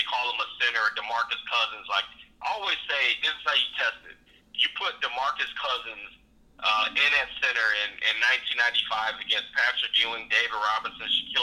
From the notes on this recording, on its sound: gets on the phone